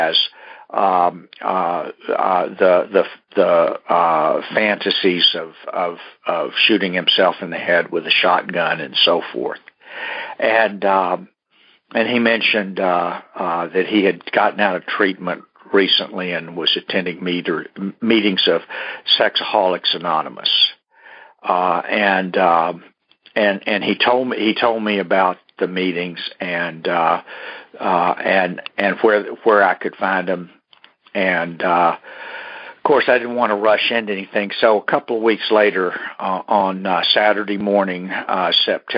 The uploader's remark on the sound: Monday Noon Phone Speakers Series